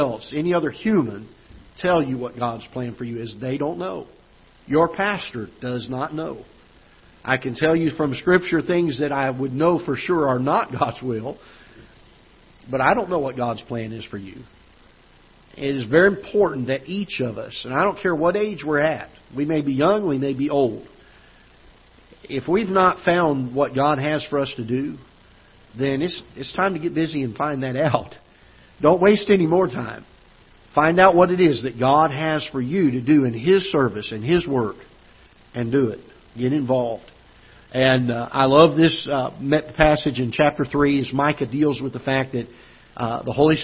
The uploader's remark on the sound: Ketha Heights Baptist Church ~ Live Broadcast